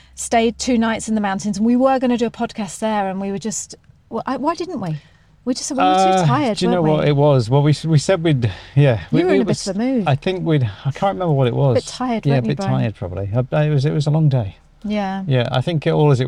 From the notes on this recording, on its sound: We drove back from Italy, over the French Alpes and are now sitting in our car outside an Airbnb in Calais making this podcast for you.